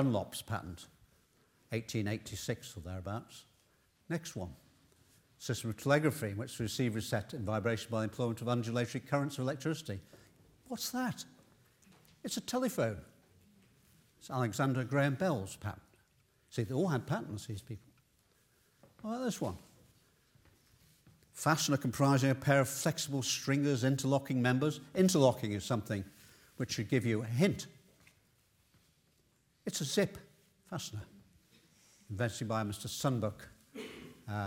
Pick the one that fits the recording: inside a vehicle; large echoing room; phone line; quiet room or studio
large echoing room